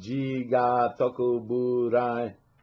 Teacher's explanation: So that first line says, Ji ga toku burai. You see how toku, instead of being toku, became one beat?